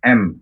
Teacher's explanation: mim sukun bertemu dengan huruf mim. Ini bacaan idgham mimi. Jadi M ya, berdengung ditahan dua harokat.